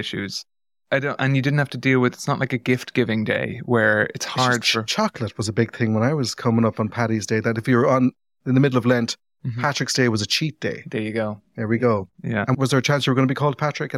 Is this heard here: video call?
no